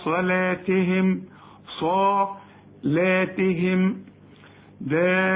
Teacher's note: مد أربع حركات عند الوقف وعند الوصل، لازم ده اسمه مد واجب.